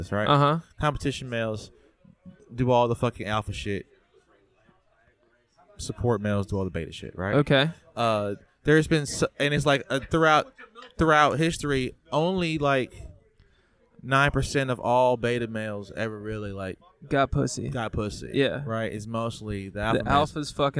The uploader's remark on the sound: Live from The Lamp